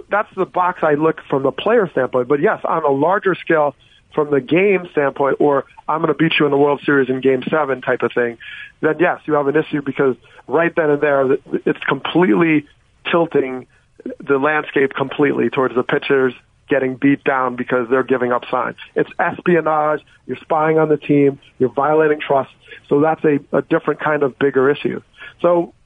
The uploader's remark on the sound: called in to the …/… show